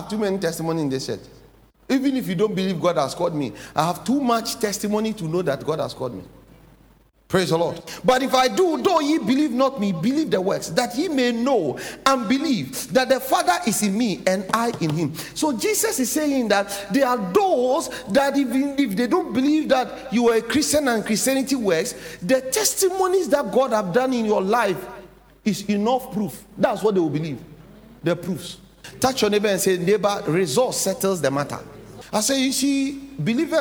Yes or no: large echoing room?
yes